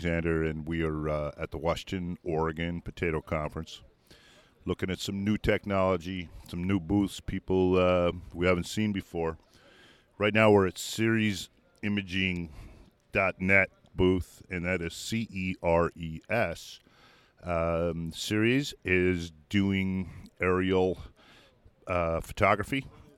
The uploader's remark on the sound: walks around the trade show floor of the Washington/Oregon Potato Conference